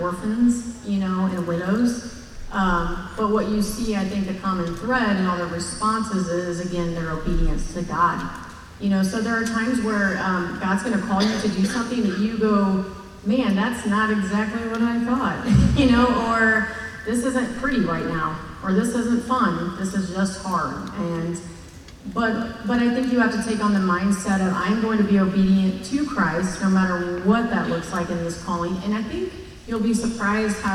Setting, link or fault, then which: setting, large echoing room